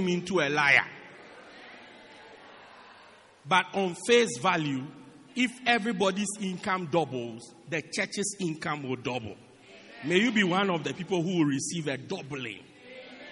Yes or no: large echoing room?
yes